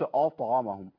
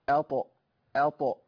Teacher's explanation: فليعبدوا رب هذا البيت الذي اطعمهم، ما اقولش اطعمهم، اط لا، الهمزه مرققه ابتسامه والطاء مفخمه، اط مقلقله، الطاء مفخمه مقلقله ساكنه · Shown in: second take